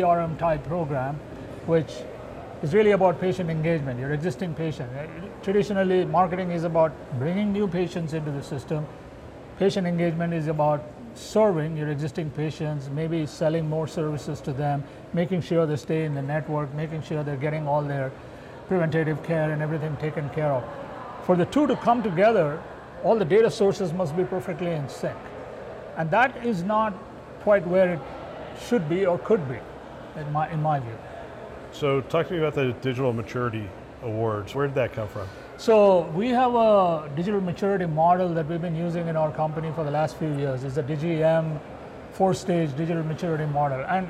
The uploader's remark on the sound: live from CHIME’s Fall Forum